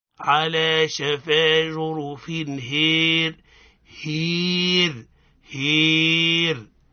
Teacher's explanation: إضجاع تنزل درجتين إلى الكسر · Term: الإمال الكبرى